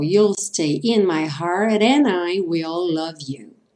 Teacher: E aí o T do heart ganhou aquele som rarara.